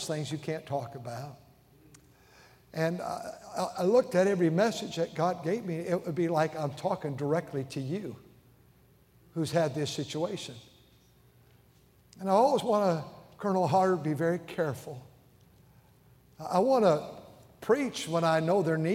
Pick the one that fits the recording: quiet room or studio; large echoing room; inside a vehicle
large echoing room